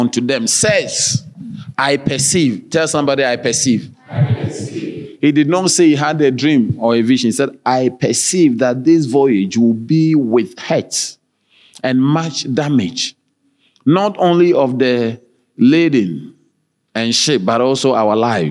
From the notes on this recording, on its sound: Sermon delivered on Sunday, December 3, 2023, at Strong Christian Church in Bellville, South Africa.